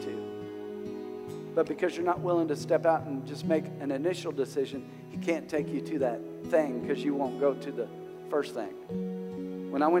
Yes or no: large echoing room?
yes